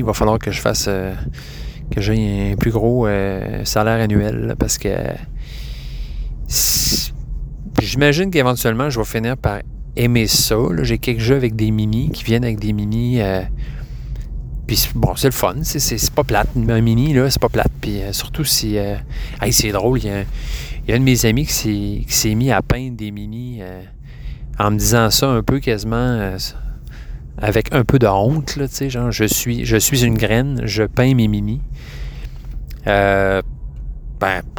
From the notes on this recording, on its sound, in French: L'épisode a été enregistré sur la 20 Ouest et la 73 nord en plein milieu du trafic. En pesant sur le gaz une fois de temps en temps.